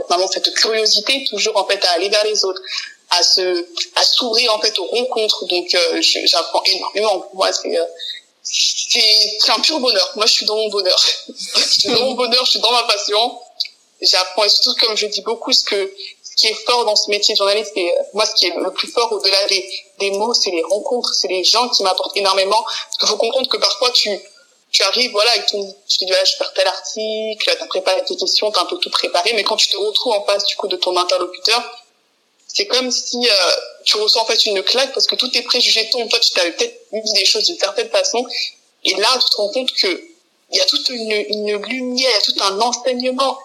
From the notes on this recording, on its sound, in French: Dû à quelques difficultés techniques lors de l’enregistrement réalisé à distance pour les besoins du confinement actuel, la qualité du son est quelque peu altéré.